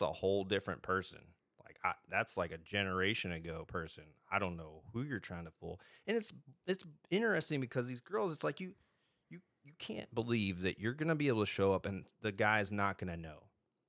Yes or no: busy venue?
no